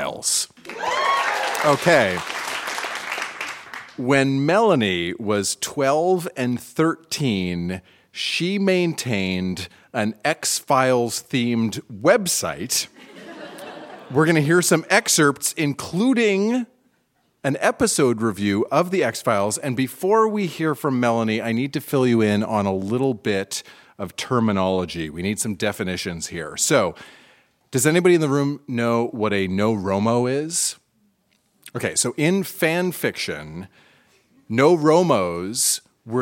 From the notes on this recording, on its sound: Recorded live at The Gladstone Theatre in Ottawa.